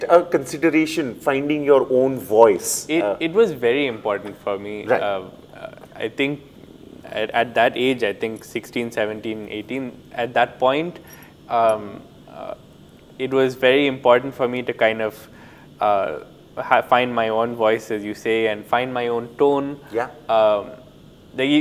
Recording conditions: busy venue